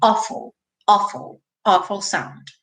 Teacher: esse awful se escreve com aw, mas tem um som de um o com acento agudo